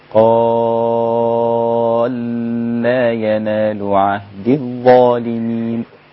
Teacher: هذا إدغام كبير للإمام السوسي